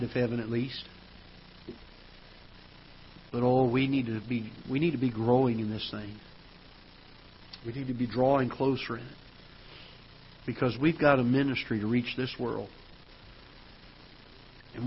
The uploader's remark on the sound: Ketha Heights Baptist Church ~ Live Broadcast